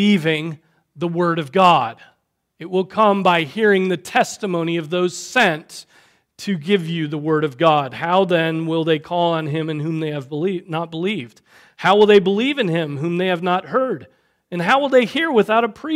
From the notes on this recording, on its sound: Preached on September 24, 2023 at Trinity Presbyterian Church